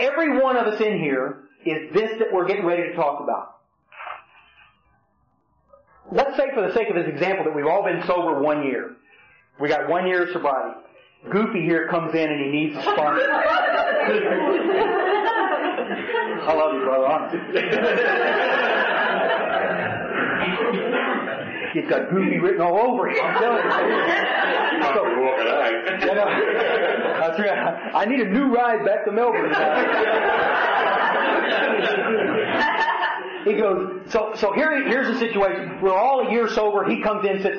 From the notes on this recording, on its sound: speaking in Frankston Australia sometime in 2007 at an unknown event